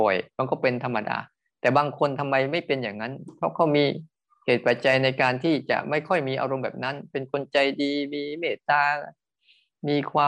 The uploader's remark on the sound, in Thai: คอร์สออนไลน์ (ผ่านโปรแกรม Zoom).